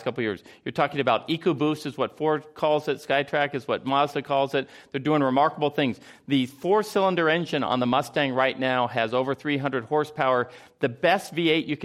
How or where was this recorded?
live audience